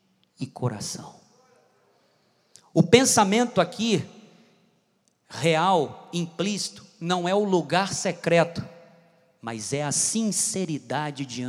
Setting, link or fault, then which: setting, large echoing room